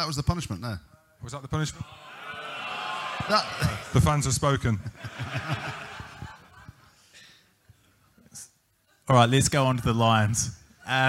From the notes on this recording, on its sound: We're coming to you live from Walkabout, Temple, in Central London